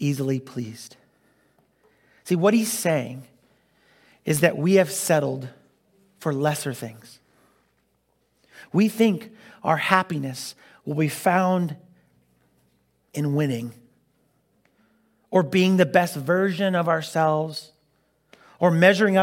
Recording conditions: large echoing room